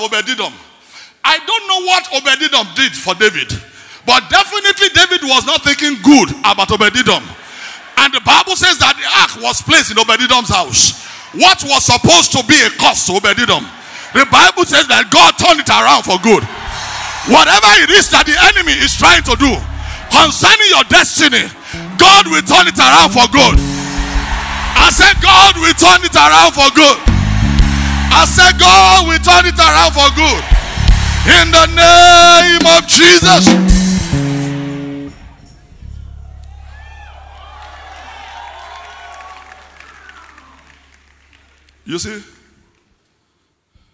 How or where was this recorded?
live audience